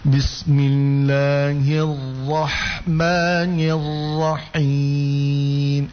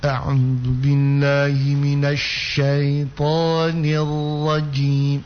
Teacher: sembunyikan getaran ro idza tusyaddadu kalau dia bertasydid